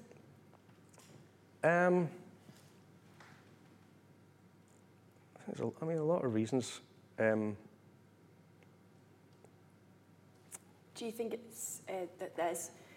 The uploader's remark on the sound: LIVE recording. Hosted by the West and South West London branch of Equity, and recorded live at the New Diorama, celebrating TUC Young Workers Month.